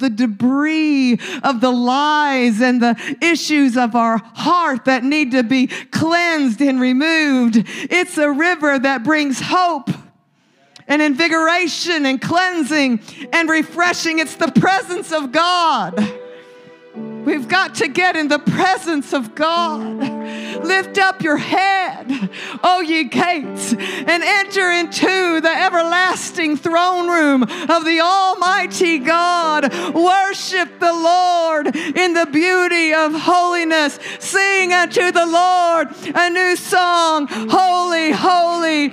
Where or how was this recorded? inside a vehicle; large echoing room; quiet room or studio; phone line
large echoing room